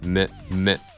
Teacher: 口を引かないイなのでリラックスしてめめ